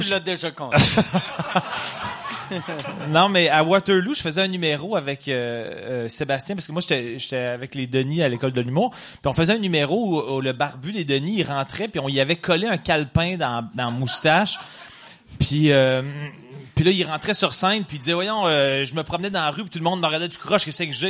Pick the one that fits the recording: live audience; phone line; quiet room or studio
live audience